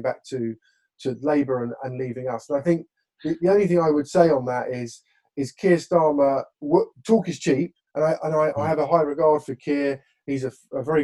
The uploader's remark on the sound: This episode we continue our LibDem Virtual Conference.